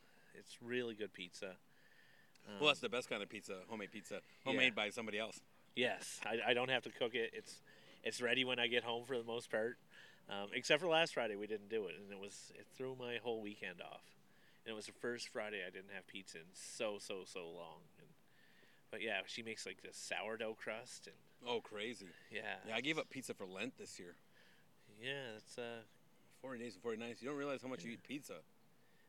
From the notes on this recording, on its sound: I am sitting at a park bench.